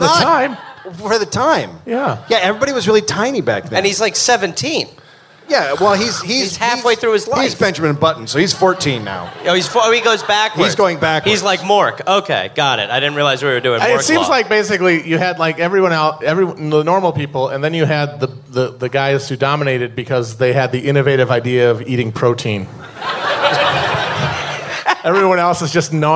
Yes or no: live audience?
yes